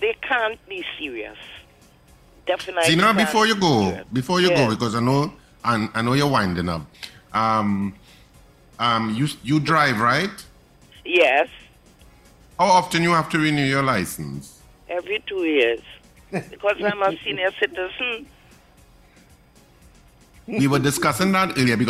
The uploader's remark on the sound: During this hour we take calls from our audience